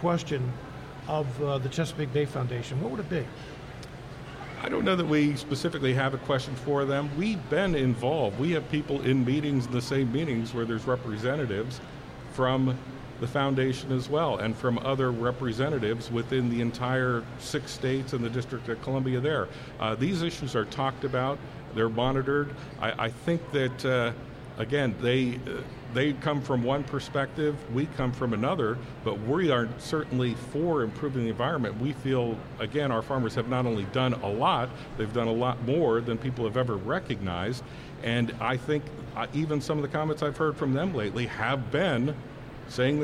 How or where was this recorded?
busy venue